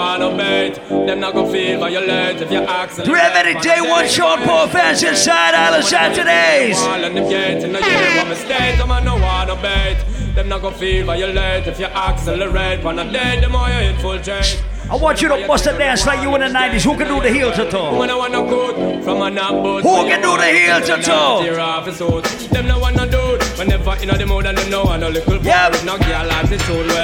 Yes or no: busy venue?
yes